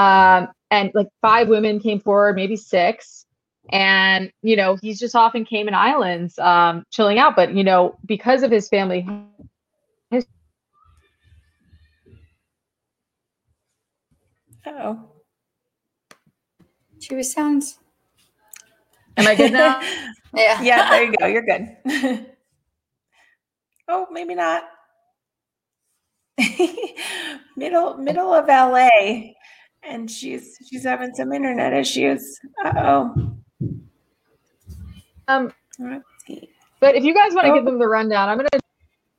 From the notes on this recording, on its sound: Bare with us and some audio issues.